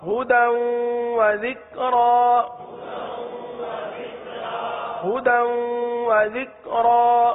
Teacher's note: دال کی تنوین کو ہم واو کے ساتھ ملا رہے ہیں، دال واو دو زبر دوں، تو یہ دن نہیں ہوگا بلکہ دوں بن جائے گا.